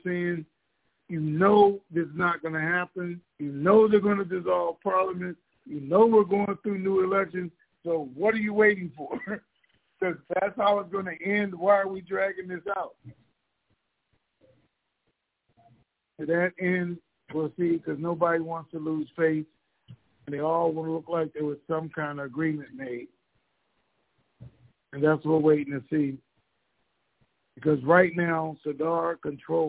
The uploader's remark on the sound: Conference Call